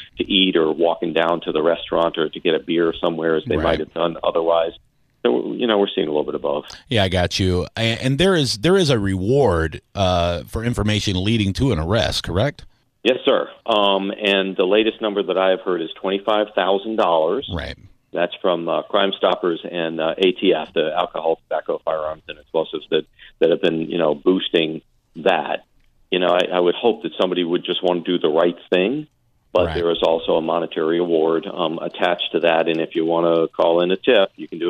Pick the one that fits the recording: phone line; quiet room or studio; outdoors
phone line